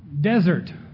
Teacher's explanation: Two syllables, emphasis on the des and not on the ert.